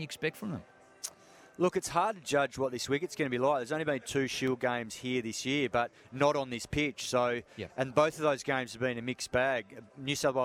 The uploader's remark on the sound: joins the boys live from the SCG